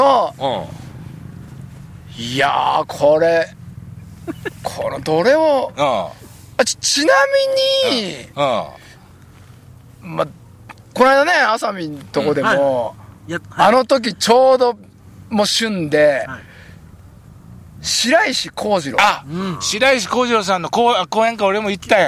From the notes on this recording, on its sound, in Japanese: 長野県ビーナスラインの霧ヶ峰高原にて。バイクツーリングをして青空対談収録を開催いたしました。